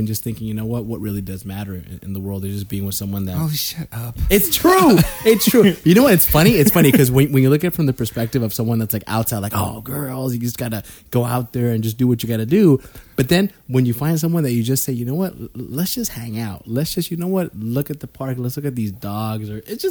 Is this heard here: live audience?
no